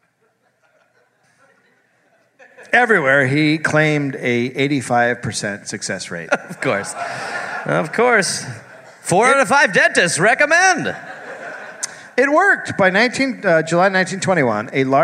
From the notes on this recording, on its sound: Live in NJ. Live from Sayreville, NJ.